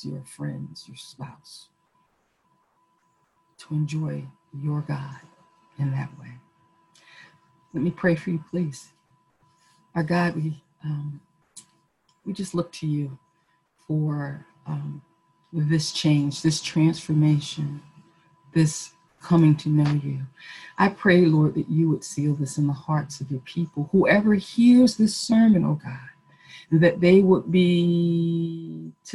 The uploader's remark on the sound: Our zoom streamed service